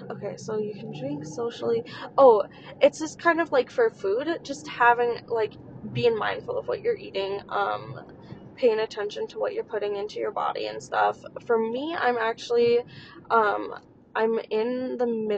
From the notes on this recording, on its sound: while driving to the wedding